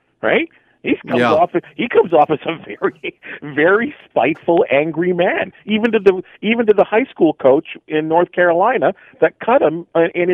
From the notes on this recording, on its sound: opens the phone lines to get your opinion on this